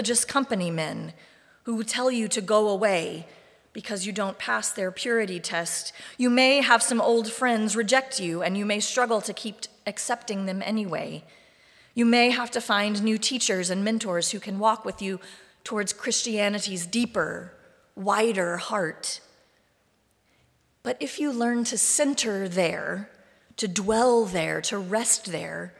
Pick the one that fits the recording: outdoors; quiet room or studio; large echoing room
large echoing room